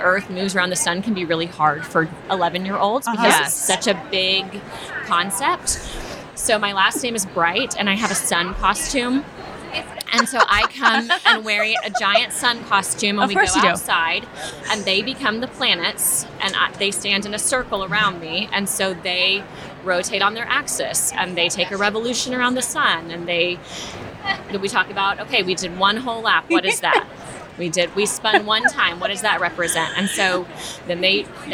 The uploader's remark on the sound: High energy, "teacher on the street" conversations with engaging practitioners on the exhibit floor of NCEA 2023.